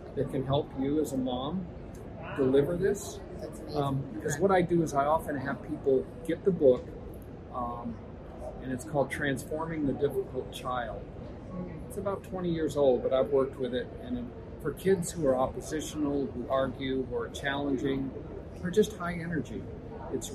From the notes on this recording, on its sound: This interview took place LIVE at the Institute for Functional Medicine Annual International Conference in Orlando, Florida.